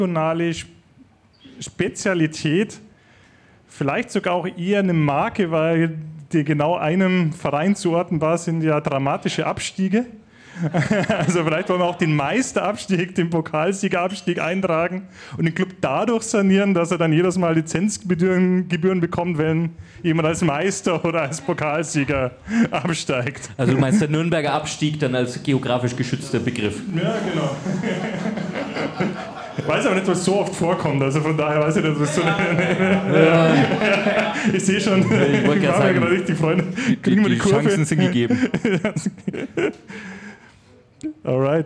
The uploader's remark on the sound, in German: Die Wundersame Wirtschaftswelt ist live auf der Bühne zu hören UND zu sehen! Dieser Live-Aufnahme.